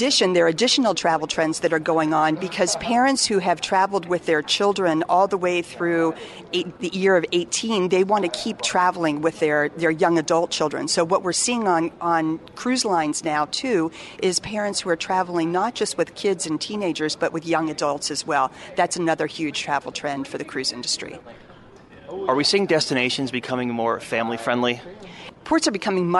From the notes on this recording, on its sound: we are broadcasting from the Miami Beach Convention Center at Cruise Shipping Miami, a popular cruise industry conference